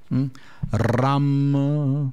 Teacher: Qua abbiamo il Ram, R come Roma. Ram, anche qui facciamo vibrare bene sta R, Ram, e la A ci porterà alla M.